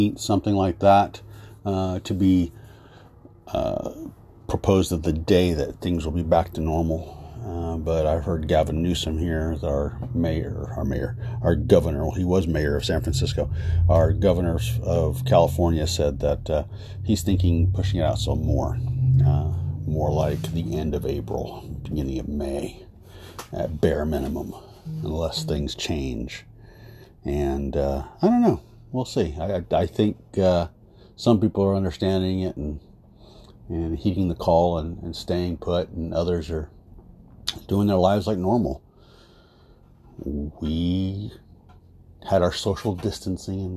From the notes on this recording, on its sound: Taking a walk outside